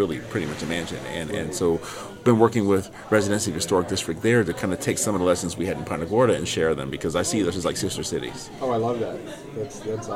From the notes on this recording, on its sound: took place at the Preservation on Main Street Conference in Deland, Florida, on July 28, 2022.